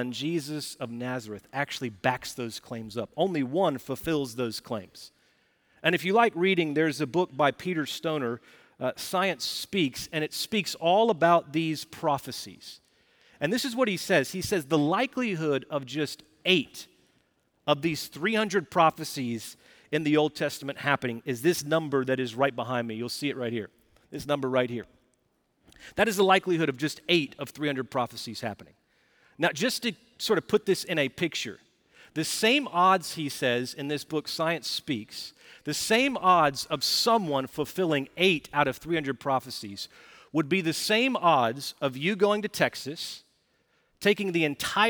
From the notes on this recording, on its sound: Recorded Live at Brookwood Church on 12.03.2023